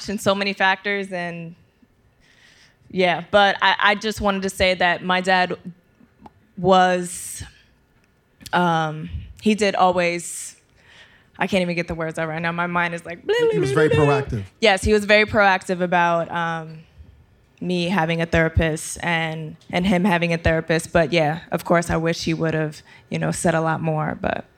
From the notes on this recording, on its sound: We recorded a live show at the Highline Ballroom in Manhattan. There was also a lively Q&A where the audience got a chance to ask all of the burning questions.